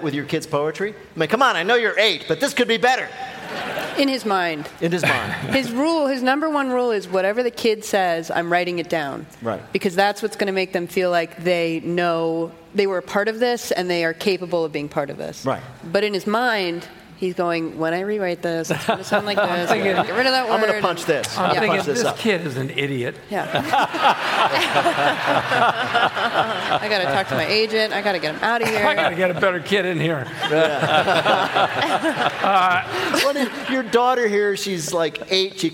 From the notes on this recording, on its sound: This week, we're live in LA.